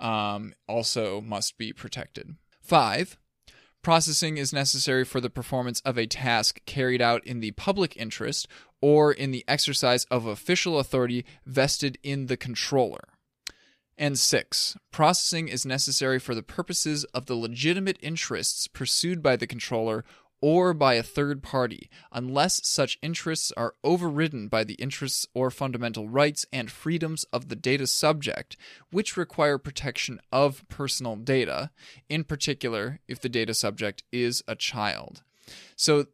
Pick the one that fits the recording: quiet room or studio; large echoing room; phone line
quiet room or studio